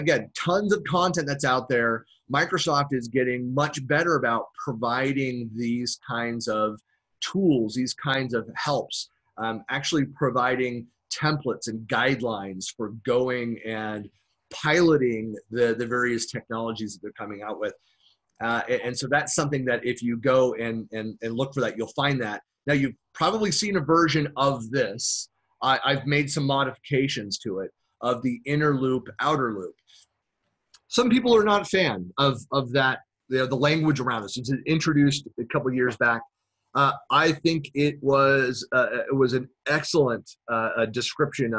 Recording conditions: video call